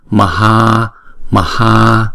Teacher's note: Chữ Ma đọc một nhịp, chữ Ha đọc hai nhịp.